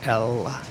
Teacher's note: And then, so similar to that sort of sound is a lateral, which is like an L, where you, where the middle of the tongue is up against the roof of your mouth, L, and it blocks the flow of air, and the air passes around the edges of the tongue